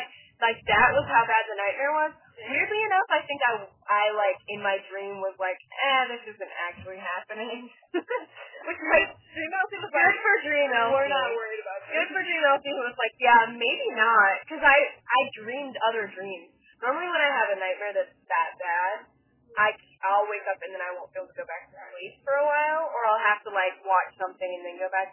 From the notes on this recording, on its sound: In the car. Car Rides and Conversations.